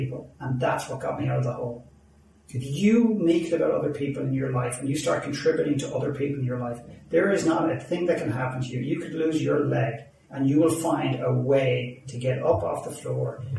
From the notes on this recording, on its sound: Apologies for the poor audio quality